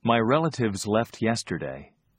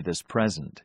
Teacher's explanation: Notice that the e sound occurs in the stressed syllables of these words.